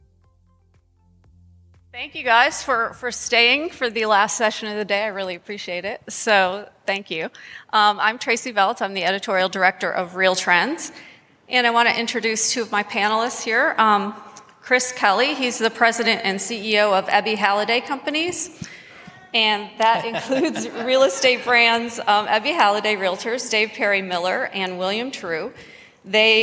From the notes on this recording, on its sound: These leaders were featured on a panel at HousingWire Annual in Frisco, Texas.